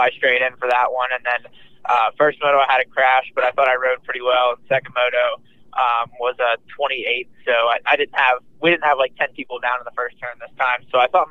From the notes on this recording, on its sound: Then, we will have a call. We have a call.